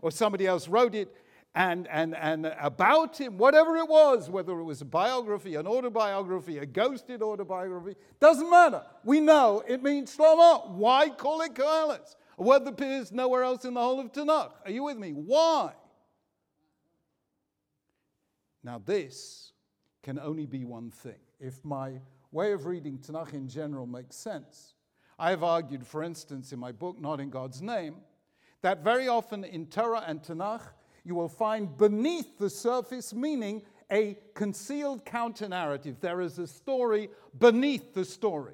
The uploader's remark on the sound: The video was recorded in Hampstead Garden Suburb Synagogue in London and the event was jointly sponsored by the United Synagogue and Koren Publishers Jerusalem.